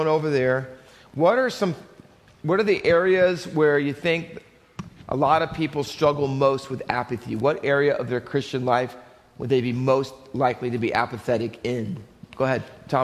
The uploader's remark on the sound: Faith Baptist Church in Hamilton, NJ.